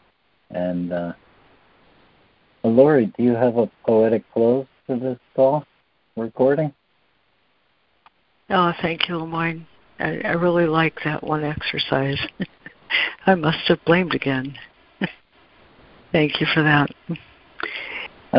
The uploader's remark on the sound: ACIM Daily Conference Call.